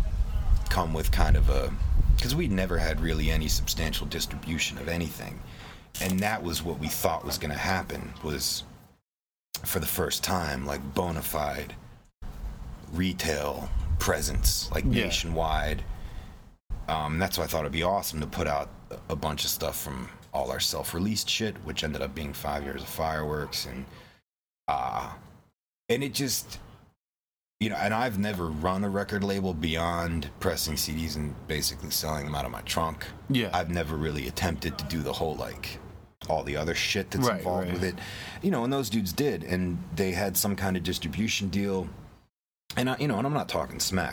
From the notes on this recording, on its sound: We recorded this on his front porch in Pittsburgh, on Black Friday